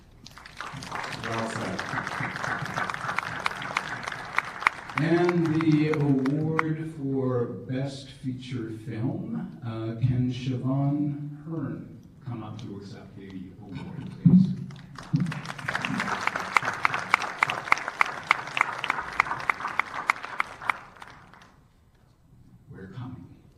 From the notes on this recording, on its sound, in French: En direct depuis la soirée de clôture du Caribbean Tales Film Festival, 20 Septembre 2018